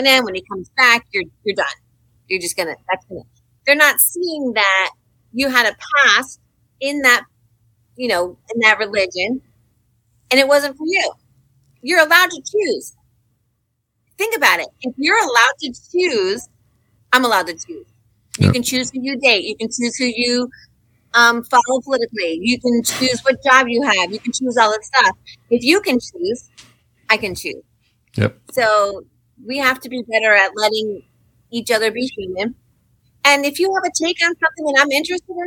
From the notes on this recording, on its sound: Pardon the less-than-stellar audio.